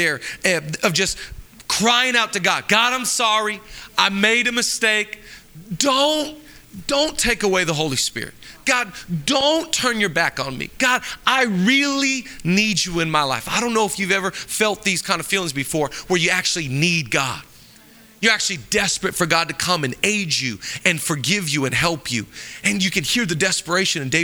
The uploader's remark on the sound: Live from El Rey Theater